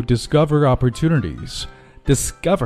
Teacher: 由于 s 后面有一个 k,这里面受到 s 的影响，所以说呢不送气，读得像 g 一样